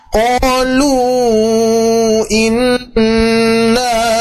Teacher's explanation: Ada di qalu, itu yang pertama lu, terus ada inna guna musyadadah dulu ya, tahan dulu, baru kita panjangkan 4 sampai 5 harokat